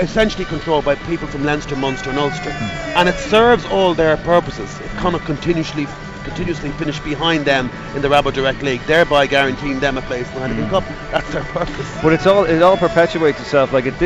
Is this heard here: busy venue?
yes